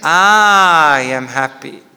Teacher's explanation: So the tonic syllable is I, not ha of happy.